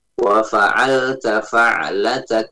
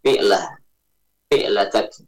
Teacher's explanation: Fa'nya di fathah ya. Jangan sampai terbaca kasrah. · Shown in: first take · Fi'lah. Fi'latak, tidak.